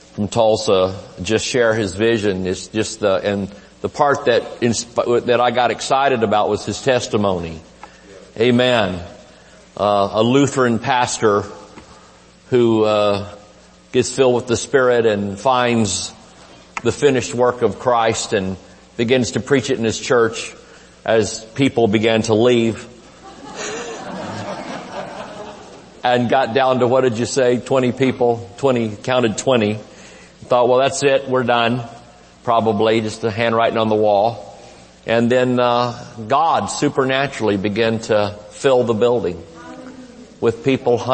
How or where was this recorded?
large echoing room